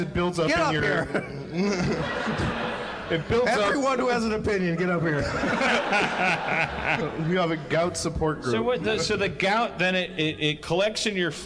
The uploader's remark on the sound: Harmontown is live from Chicago. A live organist!